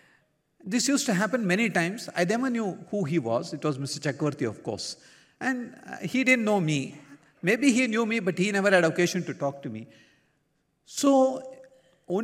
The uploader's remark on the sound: Talk during Center Leaders Conference in Prasanthi Nilayam.